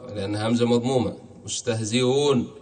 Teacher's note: تسهيلها بينها وبين الواو لأنها همزة مضمومة